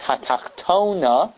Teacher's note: the emphasis is not on the hay, rather it's on the second tuf